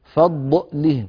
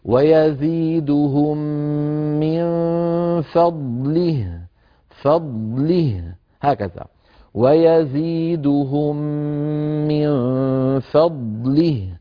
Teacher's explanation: بضاد واضحة ساكنة ليس لها توابع · Shown in: second take · ولا من مكسورة كسرا كاملا وهاء ساكنة رخوة. هذه هي أهم